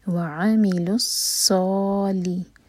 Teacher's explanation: واو الگ ورڈ ہے اور اس کے بعد ہے عاملوا، تو عین پر زور دے کر پڑھا جائے گا وعاملوا، اور لام کو ہم صاد سے جوڑیں گے. لام کے بعد جو واو ہے اس کو پروناؤنس نہیں کریں گے، صاد پر شدہ ہے تو سیدھا ہم صاد سے جوڑیں گے. وعاملوا الصالی، صاد ہیوی لیٹر ہے، منہ بھر کر پڑھیں گے دو حرکہ لمبا، مد تبعی، صالحات.